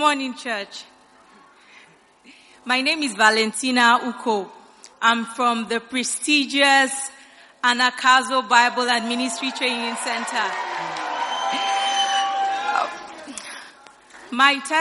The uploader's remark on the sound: Preached at the First Love Center.